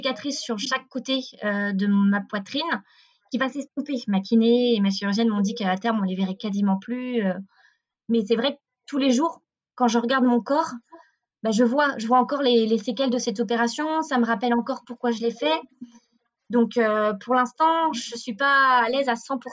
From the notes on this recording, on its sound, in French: Nous avons l’immense plaisir de vous retrouver pour un nouvel épisode enregistré à distance. On s’excuse par avance du son qui n’est pas optimal, enregistrement à distance oblige.